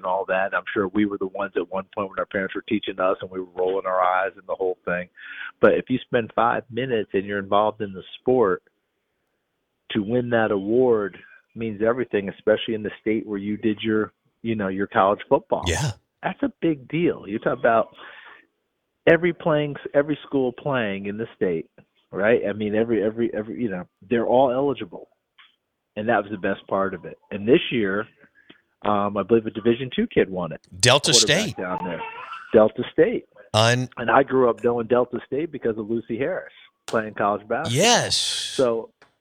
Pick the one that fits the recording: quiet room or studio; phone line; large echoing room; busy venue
phone line